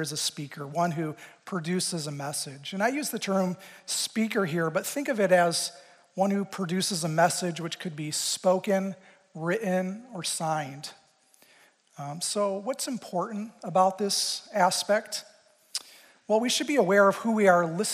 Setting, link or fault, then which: setting, live audience